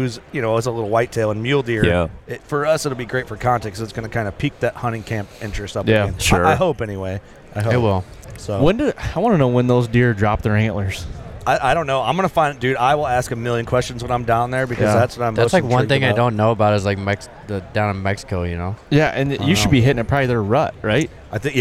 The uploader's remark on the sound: Working Class Bowhunter at ATA. While we where at the ATA show.